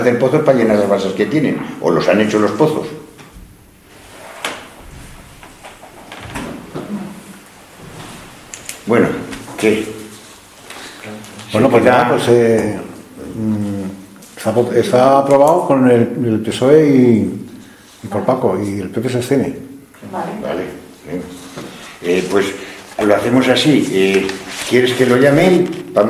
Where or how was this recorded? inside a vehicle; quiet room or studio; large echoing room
large echoing room